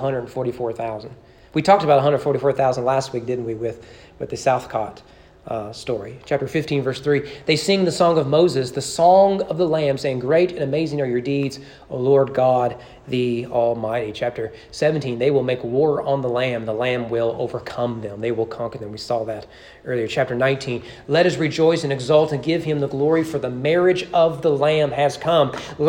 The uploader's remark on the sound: Sermon preached at East Frankfort Baptist Church on May 23, 2021 during evening worship.